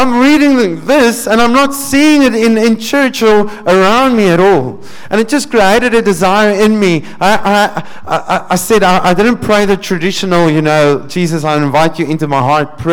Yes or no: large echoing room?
yes